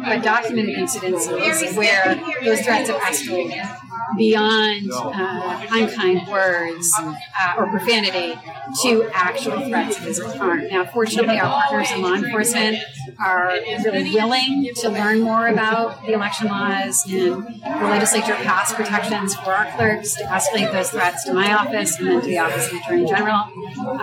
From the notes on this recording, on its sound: On the convention floor. The audio quality is not the best, and for this we apologize.